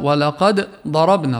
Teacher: فصلنا بيناتهم ما بيصير إدغام، لازم تقلقل الدال